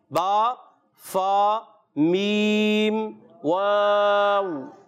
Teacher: बा फा मीम वाव, ये चार हरूफ होंठों से अदा होते हैं। अच्छा, इसके अलावा कोई भी हरफ होंठ से अदा नहीं होता।